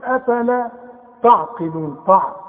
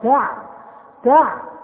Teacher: التاء والعين ترقى، انما القاف هي المفخمة · Shown in: second take